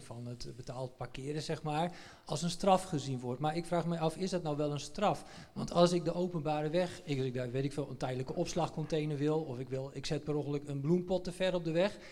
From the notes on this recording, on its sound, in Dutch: Integrale opname van de gespreksavond over het aanstaande referendum over het parkeerbeleid in Amersfoort die Nieuwsplein33 hield op 8 november in het Eemhuis.